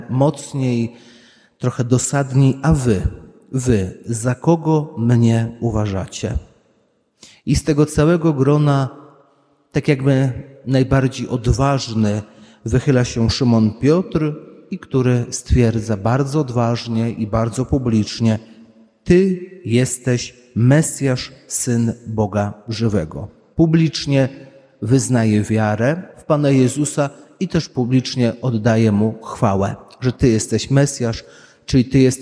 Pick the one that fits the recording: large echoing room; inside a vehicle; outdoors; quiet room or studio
large echoing room